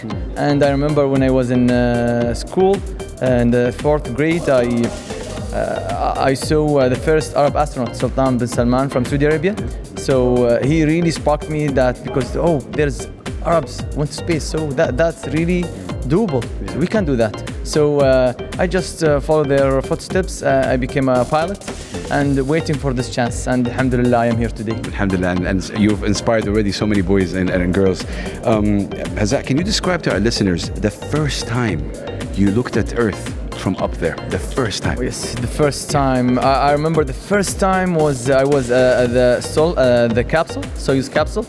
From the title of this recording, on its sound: Live from SIBF 2023